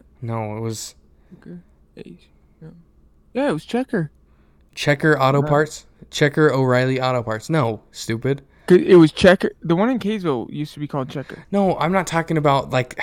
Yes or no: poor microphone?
no